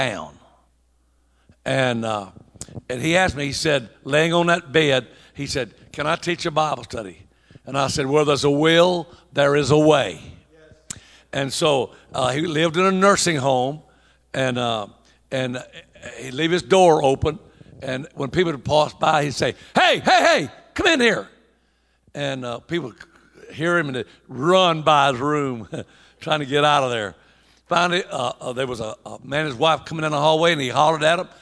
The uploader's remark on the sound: At the Church Growth & Planters Conference 2021. This is a local OHNAM Conference designed for church planters in the Ohio region.